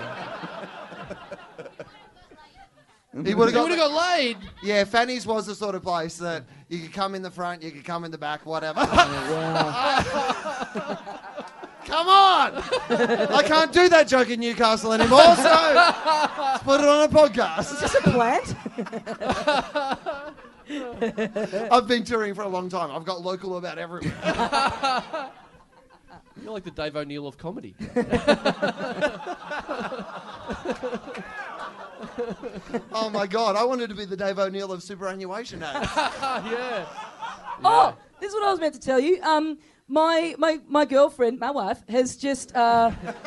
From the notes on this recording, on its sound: Recorded LIVE at the Sydney Comedy Festival, April 27, 2013.